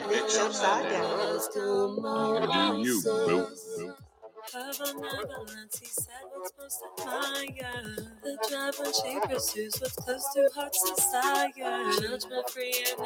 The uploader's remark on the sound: We are LIVE from TPA for the Sixburgh Strong Karaoke.